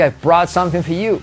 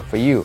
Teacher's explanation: Salto la R de for, for you.